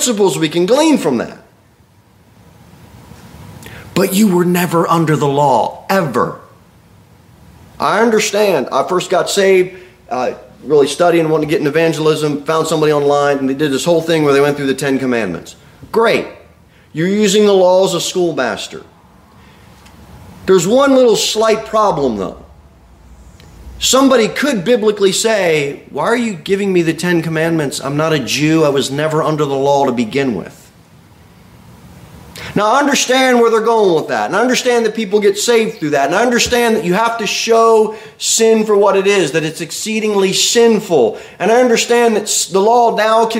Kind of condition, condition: setting, large echoing room